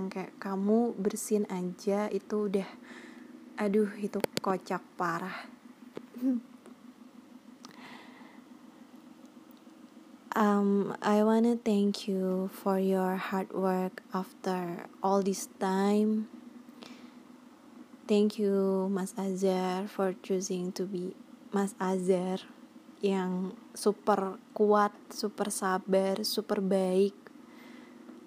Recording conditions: background noise